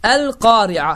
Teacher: əlifləm artiklin ləm hərfi açıq aydın bir şəkildə tələffüz olunacaqdır · Term: izhar qamariyyə